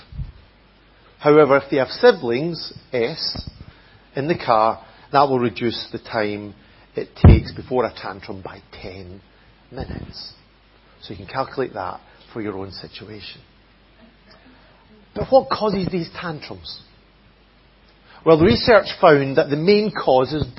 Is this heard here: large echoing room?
yes